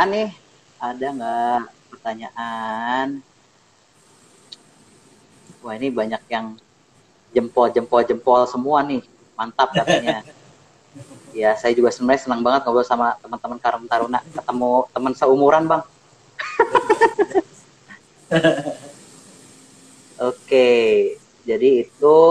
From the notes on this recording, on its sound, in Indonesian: Podcast ini merupakan obrolan kami di live instagram